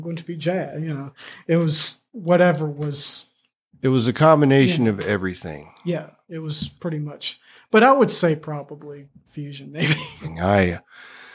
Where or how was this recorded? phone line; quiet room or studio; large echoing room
quiet room or studio